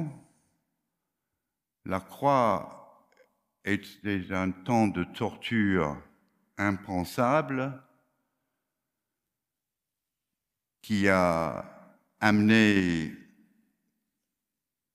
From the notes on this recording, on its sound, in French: Enregistré à l'église CVV, le 09/01/2022